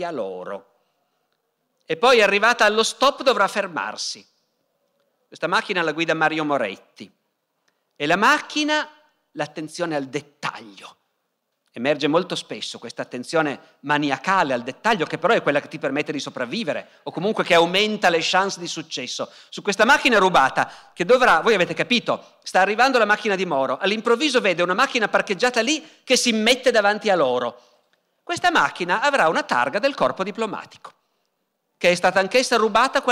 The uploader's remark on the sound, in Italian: Dal Festival della Mente 2017.